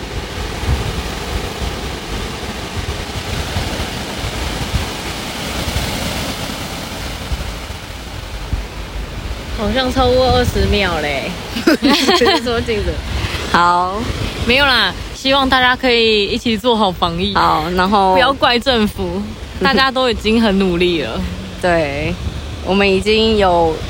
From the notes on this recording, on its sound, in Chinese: 花蓮海濱。第一次直接用Iphone即興錄音，隨意紀錄，完全沒有後製，如果雜音很重請大家多多包涵。